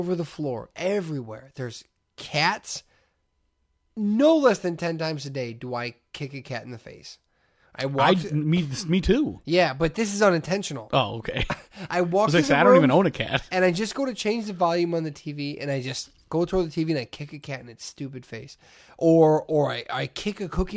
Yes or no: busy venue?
no